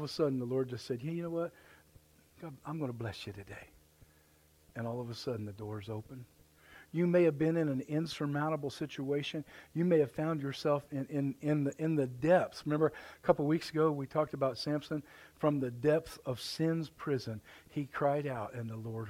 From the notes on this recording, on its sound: The Message you are about to hear was recorded Live at The River Worship Center, Warsaw Indiana.